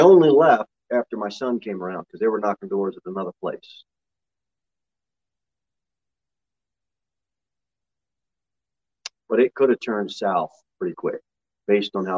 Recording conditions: large echoing room